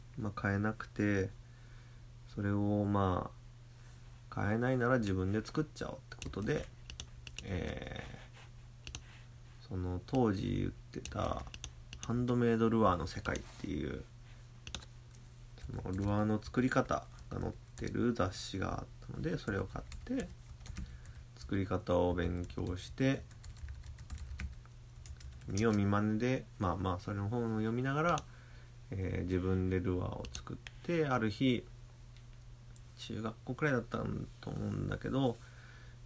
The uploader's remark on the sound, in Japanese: ウェブの仕事をしながらiPhoneで録音。編集なし。